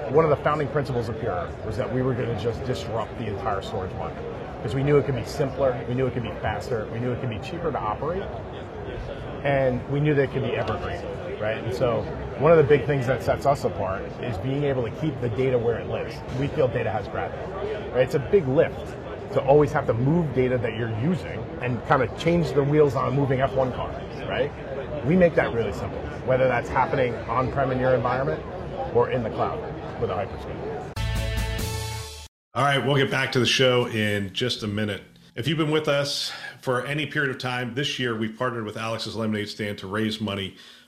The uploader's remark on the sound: Interview in Action live from ViVe 2023